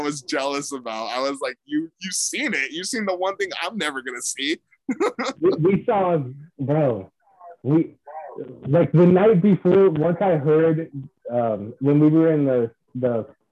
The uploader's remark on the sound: I Apologize for the audio in this episode